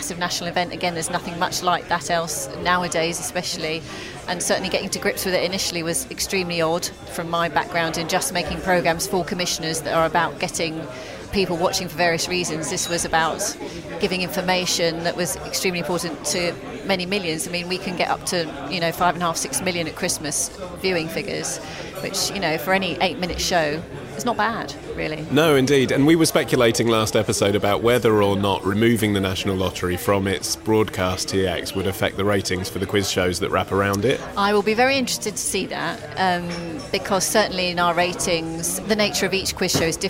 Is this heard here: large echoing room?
no